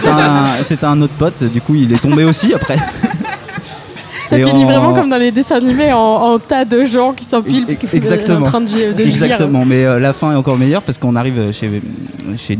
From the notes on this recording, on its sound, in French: épisode enregistré chez Touller outillage (Paris 11e)